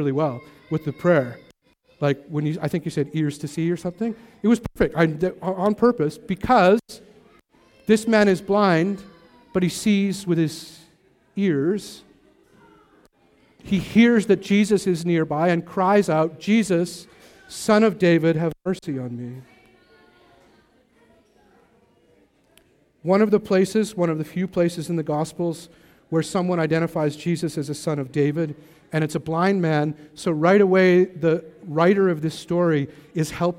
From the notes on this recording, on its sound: Recorded at the Wallace Venue in North Vancouver.